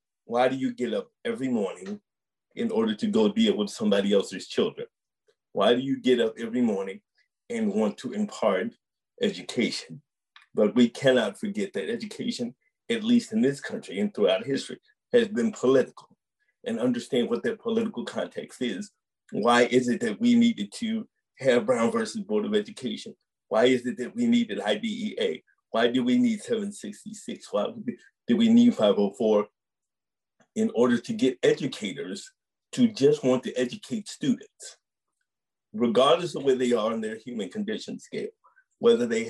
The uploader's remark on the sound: a live webinar on May 10, 2021